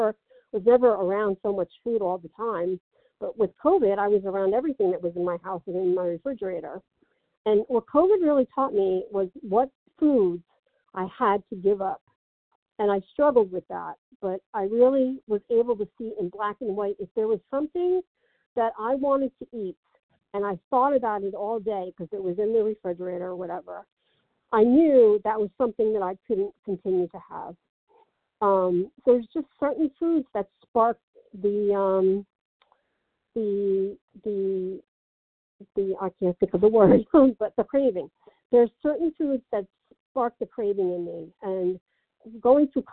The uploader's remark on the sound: from the 100 Pounders Phone Meeting